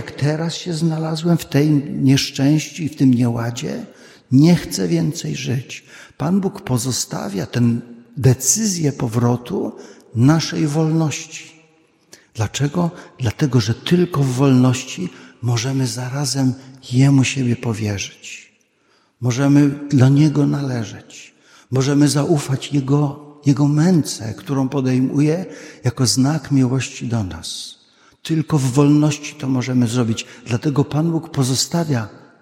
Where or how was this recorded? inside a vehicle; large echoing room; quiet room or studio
large echoing room